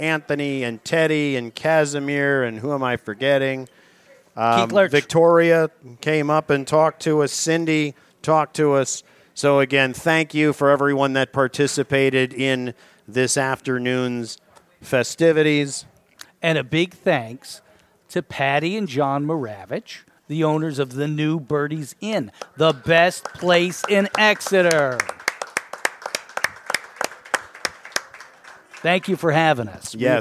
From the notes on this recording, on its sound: Live from The New Bertie's Inn, 160 Old Friendensburg Rd. At Five Points.